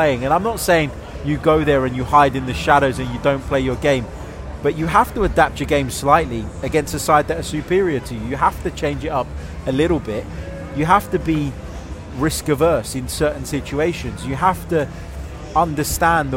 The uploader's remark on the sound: Instant Reaction from the Etihad!